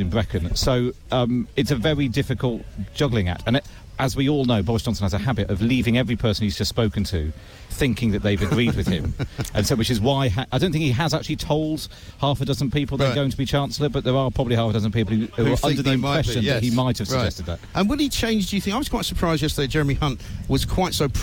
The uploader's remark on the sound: Live from the Tent of Shame on College Green